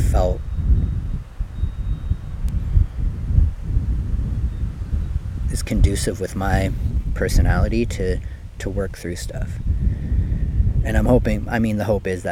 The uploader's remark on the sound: Recorded Live, Raw, unedited from behind the basilica in Maryhill